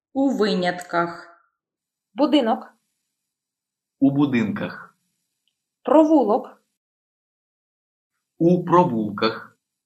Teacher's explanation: Practice dropping the vowel o in the final syllable of the consonant-ended masculine nouns in the locative plural.